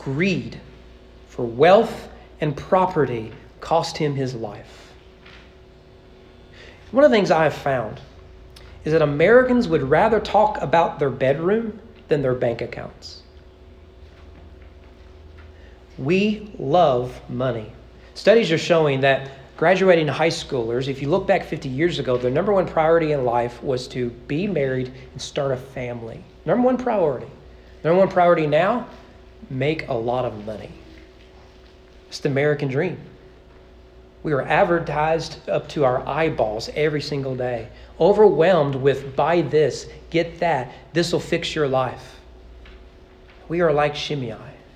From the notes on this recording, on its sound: Sermon preached at East Frankfort Baptist Church on July 9, 2023 during morning worship